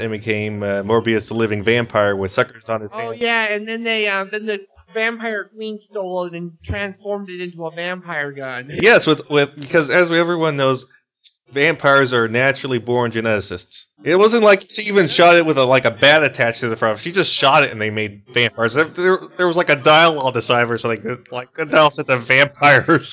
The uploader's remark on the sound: we apologize for the bad audio glitches.